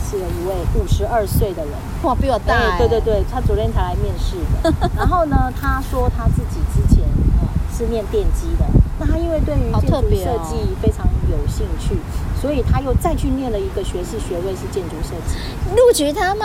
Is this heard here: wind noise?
yes